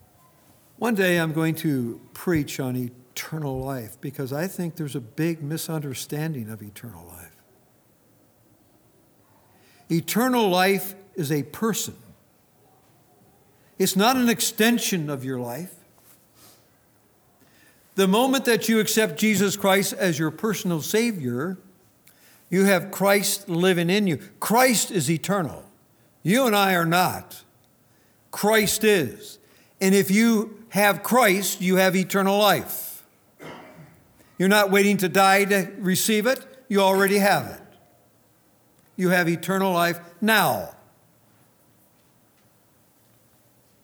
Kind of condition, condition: setting, large echoing room